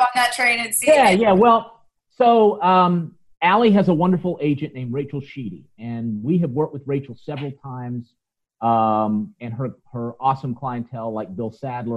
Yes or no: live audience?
no